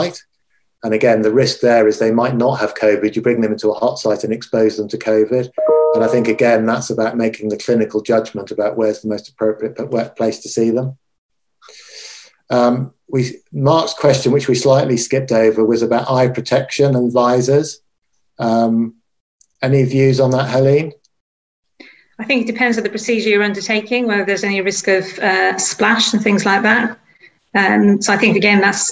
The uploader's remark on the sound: this recorded webinar